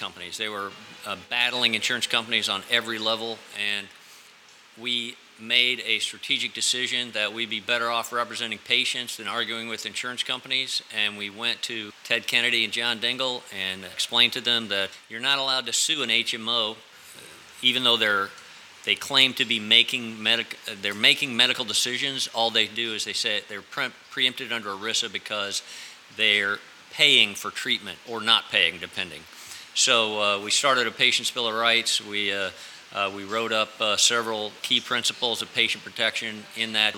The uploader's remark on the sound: At The Dubliner. Joins me at the heart of Irish hospitality, The Dubliner.